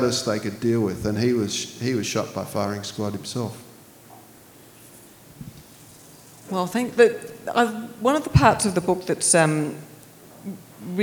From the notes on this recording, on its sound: This recording is from Northern Books' 'Books at the Brewery' series.